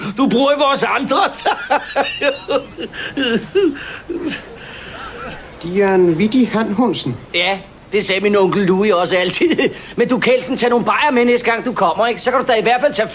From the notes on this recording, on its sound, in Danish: Denne gang LIVE med en fantastisk film. Afsnittet er optaget i Huset - KBH, og stemningen var mildest talt fremragende.